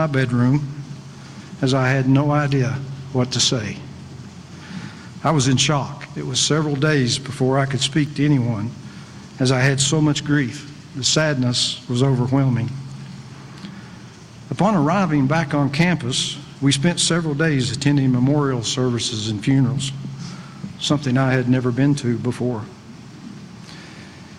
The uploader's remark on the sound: Live broadcast of the 51st Annual Memorial Fountain Ceremony